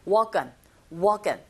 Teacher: walk의 크 자음이죠. 언의 어 모음이죠. 연음현상.